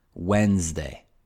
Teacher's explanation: we say Wednesday, as if the first D weren't there, Wednesday.